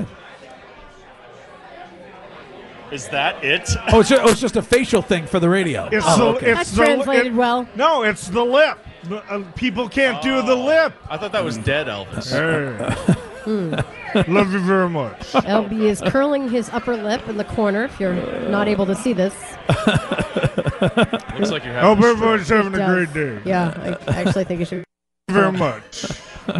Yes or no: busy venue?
yes